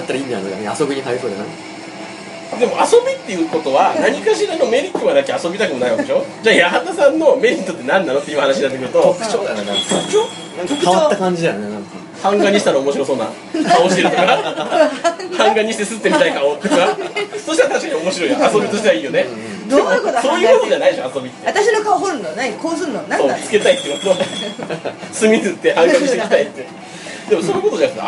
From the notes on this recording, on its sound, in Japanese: 某ステーキハウスにてこっそり収録。閉店間際だってイイからイイから。